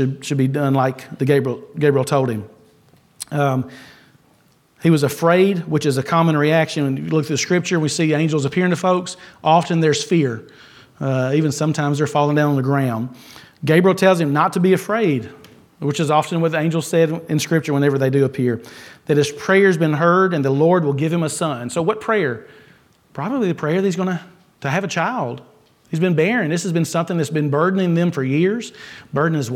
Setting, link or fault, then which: setting, large echoing room